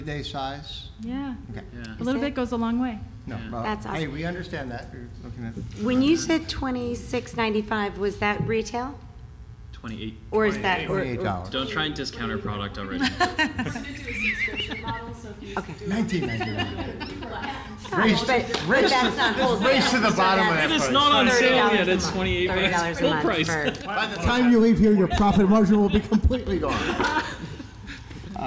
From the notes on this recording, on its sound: BARK YOUR BIZ Live at Global Pet Expo.